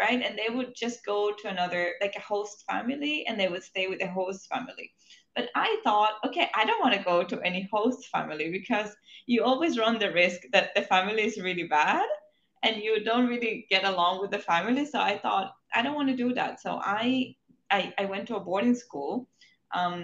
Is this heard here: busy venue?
no